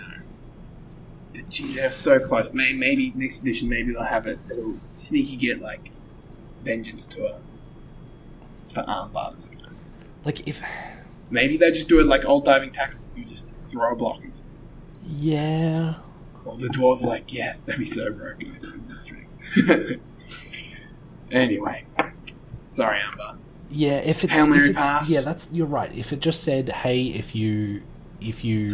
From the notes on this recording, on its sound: Unfortunately, the audio setup is not quite what I was aiming for this episode, with the house getting renovated the very echoey nature of the study has resulted in a bit of background noise.